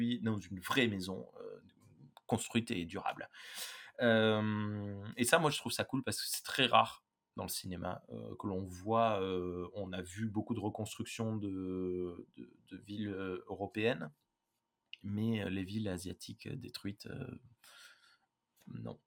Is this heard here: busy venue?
no